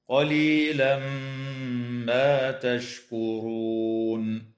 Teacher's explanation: يدغم التنوين في الميم مع الغنة في قوله تعالى: قليلا ما